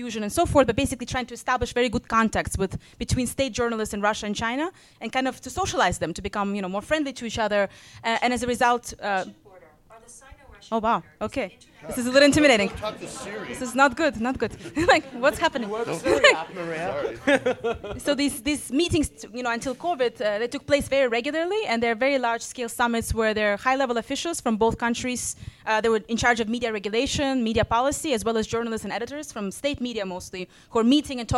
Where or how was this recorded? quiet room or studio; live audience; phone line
live audience